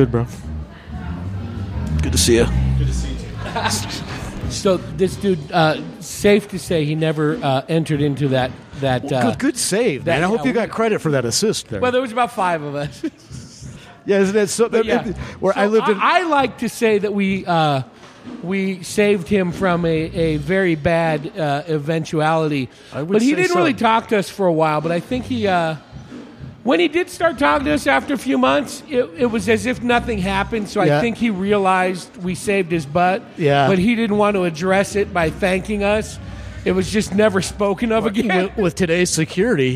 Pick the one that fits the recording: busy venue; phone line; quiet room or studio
busy venue